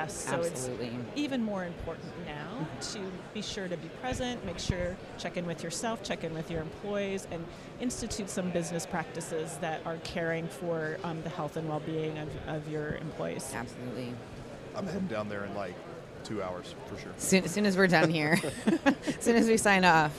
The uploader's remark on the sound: We're LIVE from the tradeshow floor at Craft Brewers Conference 2022 in Minneapolis!